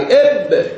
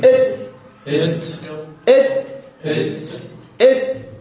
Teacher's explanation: الفرق الباء بها قلقلة، الصوت الانفجار البعدها صار كبير واضح. التاء مهموسة، الصويت اللي صاحبها خافت